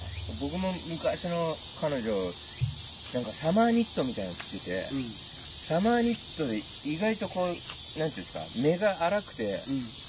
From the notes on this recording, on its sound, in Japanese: 先週に引き続き池のほとりで収録。なぞの生き物の声が気になります！